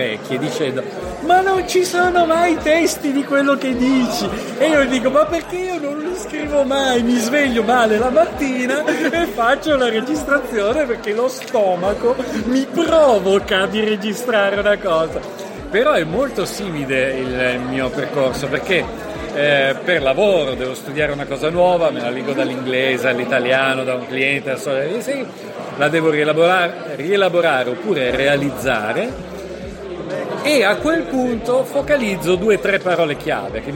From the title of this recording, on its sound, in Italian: al Festival del Podcasting 2019